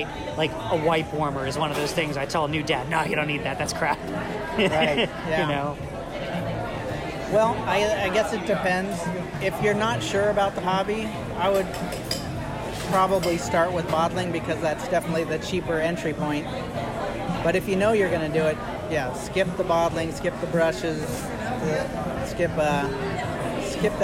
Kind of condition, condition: fault, background noise